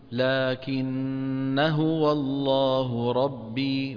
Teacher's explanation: لكن هذه ألفها في الوصل تسقطها في الوصل ماذا نقول لكن هو الله ربي ولا نمد الألف فإذا وقفنا